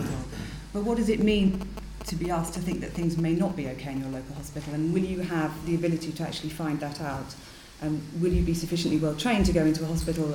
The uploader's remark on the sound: Recorded at the recent Nuffield health policy summit, this round table asks how to impliment the Francis reports recommendations.